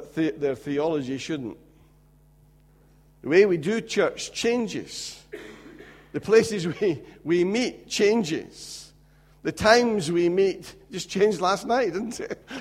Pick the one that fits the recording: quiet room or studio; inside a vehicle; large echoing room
large echoing room